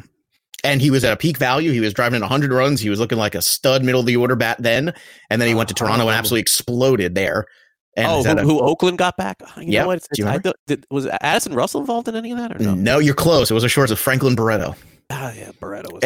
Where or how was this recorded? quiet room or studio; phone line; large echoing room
quiet room or studio